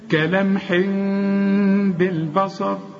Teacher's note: هنا هنقول بالباء، والصاد هي المفخمه، وكمان الراء إذا وقفنا عليها وحنوقف لأن دي نهاية آية هنفخمها